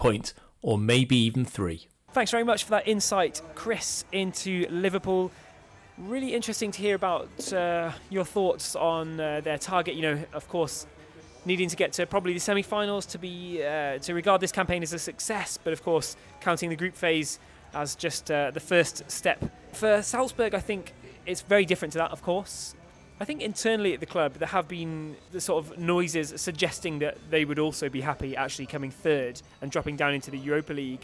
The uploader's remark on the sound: Live from a sports bar on the Ringstrasse in Vienna